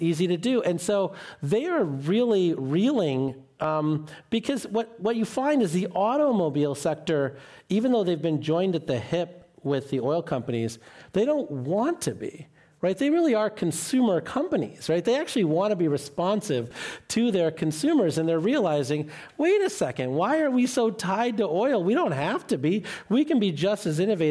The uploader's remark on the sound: This program was recorded in front of a live audience at The Commonwealth Club of California in San Francisco on August 5, 2019.